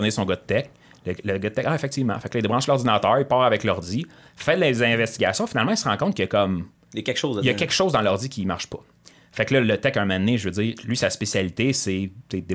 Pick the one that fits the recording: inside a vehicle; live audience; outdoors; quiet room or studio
quiet room or studio